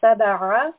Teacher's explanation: Ayn is from the throat, so there is a slight strangulation.